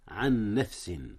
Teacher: إدغام متماثلين يا أستاذنا هنا، أدغم نون عن في نون نفس